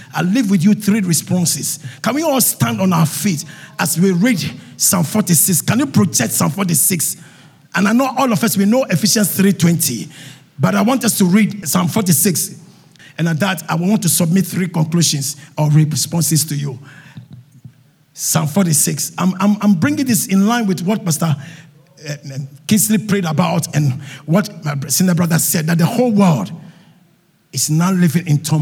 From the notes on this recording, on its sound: Sermon preached at CBC Shiashie Campus